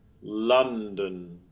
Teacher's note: Our model word London, where we have the up vowel, the upside down V in the first syllable, and schwa in the second syllable. They're not interchangeable, otherwise we'd have Lundan.